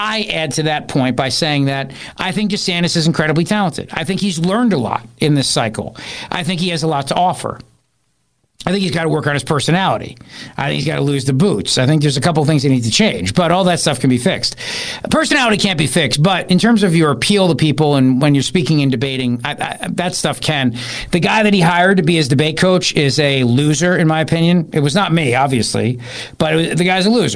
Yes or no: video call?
no